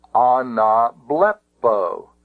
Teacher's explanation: You notice that the final syllable, the ultima, is a long syllable